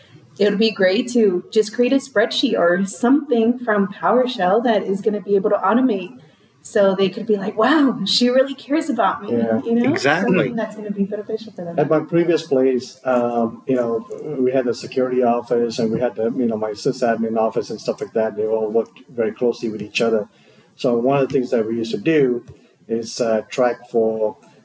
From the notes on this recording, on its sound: here at the PowerShell Global Summit 2022 Conference